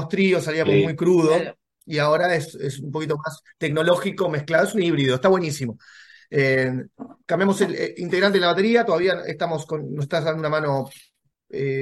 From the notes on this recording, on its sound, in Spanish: Charlamos via zoom